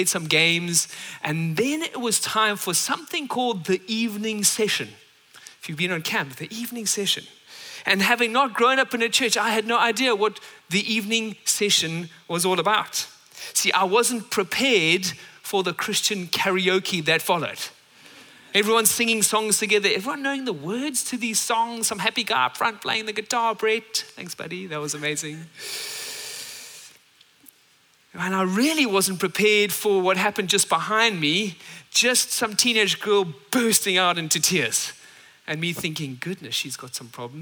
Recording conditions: large echoing room